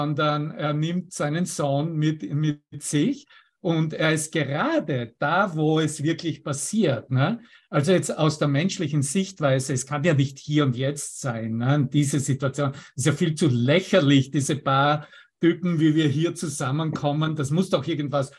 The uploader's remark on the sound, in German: Zoom-Session. Veranstaltet von der Aleph Akademie.